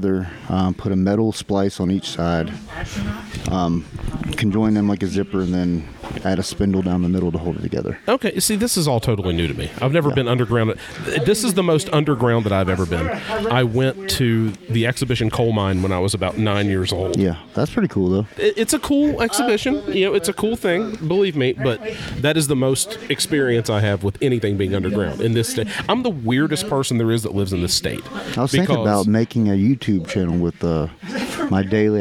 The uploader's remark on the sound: Recording live at the Apex Combat Sports training facility. There's tons of gibberish emanating from the BJJ mats near our recording spot.